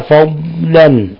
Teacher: فضلا فضلا نلاحظ الضاد كيف نخرجها، لا نقلقلها، نعطيها الاستطالة بأن نضغط عليها، فضلا نخرجها من مخرجها من حافة اللسان مع ما يلي من الأضراس العليا. فضلا من تنوين فتح جاء بعده الميم حكم التجويد إضغام بغنة.